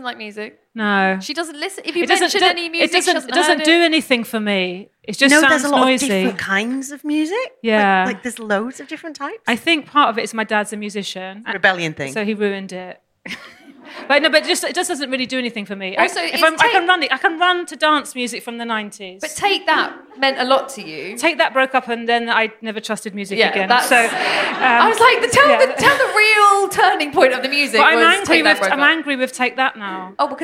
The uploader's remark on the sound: Live at 21Soho. In a special live recording of the podcast.